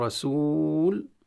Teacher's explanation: فلما أقول لقول، لا مد في ذلك، طبعا رسول أقصد، رسول، لما نقول رسول، رسول، لا مد زيادة على المد الطبيعي، لكن لو وقفنا رسول نزيد، وسبب هذا المد هو سكون اللام، أما دارجان فاللام مكسورة فلا يوجد سبب.